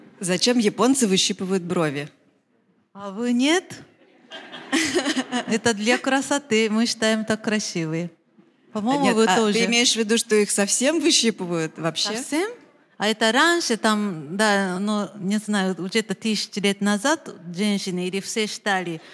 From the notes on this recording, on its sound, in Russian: Открытая запись! Выпуск, записанный вживую!